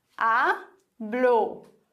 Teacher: Ich habe hier zwei Silben, hablo. Und da es auf Vokal endet, betone ich die vorletzte. In dem Fall ist das die erste Silbe. · Term: Betonung auf der vorletzten Silbe